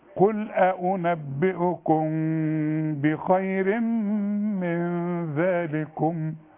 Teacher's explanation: انما الميم دي بعدها كلمة تبدأ بباء. الميم بدون تشكيل يحصل للميم اخفاء. نخفيها نعملها نص ميم ونغناها